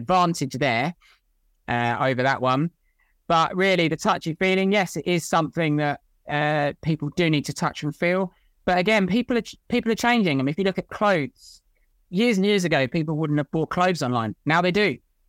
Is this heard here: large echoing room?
no